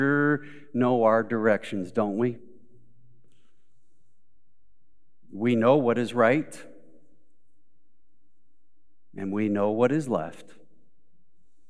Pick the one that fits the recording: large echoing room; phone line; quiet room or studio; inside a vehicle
large echoing room